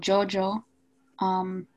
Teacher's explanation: Y cuando digo yo, creo que es palatal aproximante sonoro.